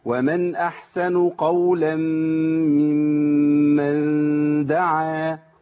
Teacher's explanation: ومن احسن قولا ممن دعا كده، جبت ميم واحده بس زودت زمانها شويه، لكن انا عندي الكسر بيخليني افصل بين الميمين.